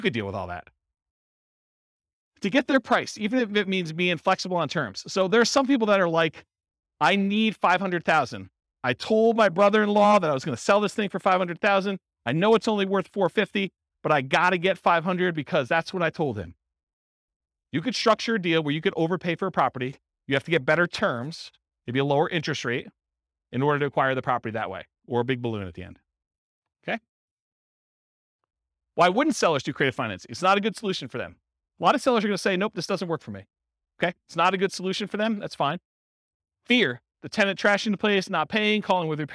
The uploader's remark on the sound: This was a live class recorded